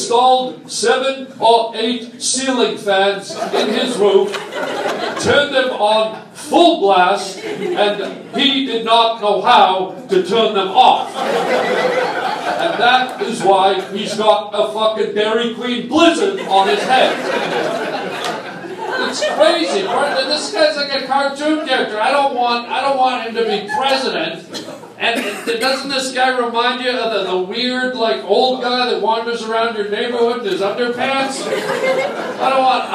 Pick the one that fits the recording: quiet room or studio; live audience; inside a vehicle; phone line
live audience